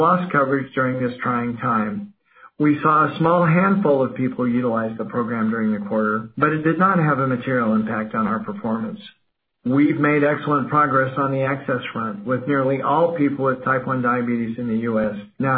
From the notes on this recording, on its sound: Q3 2020 Earnings Conference Call